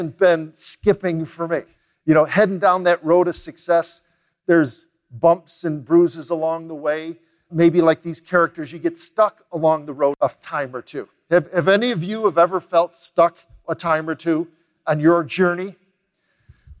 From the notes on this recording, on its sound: recorded live at The Peak Experience